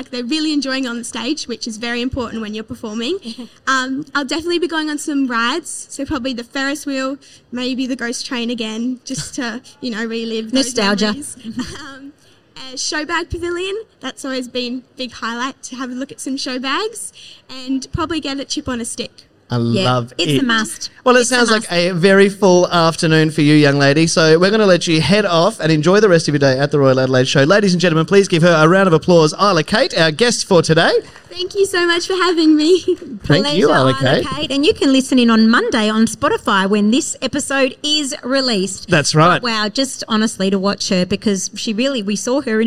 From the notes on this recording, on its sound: LIVE: Back At The Royal Adelaide Show! We were LIVE on the Goyder Stage across Tuesday and Wednesday (September 5 & 6).